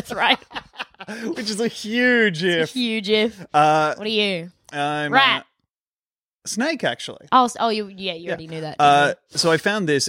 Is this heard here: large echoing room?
no